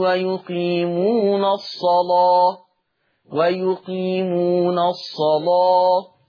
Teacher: منهم من كان يستطيع ترقيق اللام ومنهم من لا يستطيع ترقيق اللام فيغلظ اللام · Term: اللام مغلظة